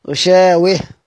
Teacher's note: غشاوة لو وقفنا عليها هيكون في إمالة للواو التي قبل تاء التأنيث